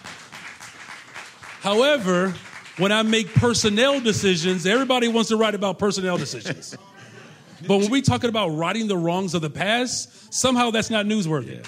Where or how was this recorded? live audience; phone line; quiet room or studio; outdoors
live audience